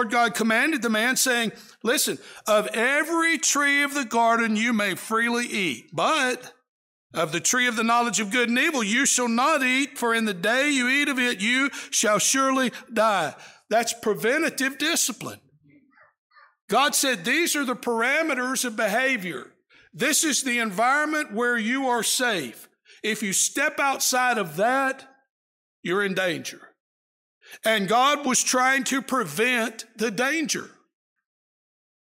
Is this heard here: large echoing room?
yes